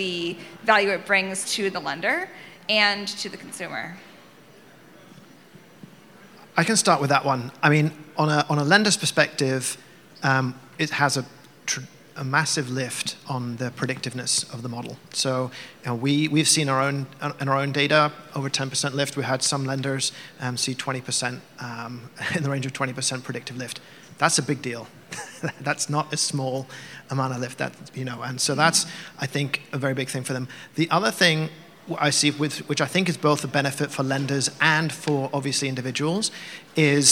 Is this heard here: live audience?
yes